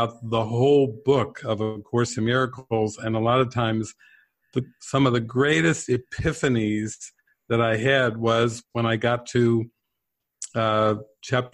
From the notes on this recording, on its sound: This is the closing Q&A session from May's "Awakening from the Dream" online retreat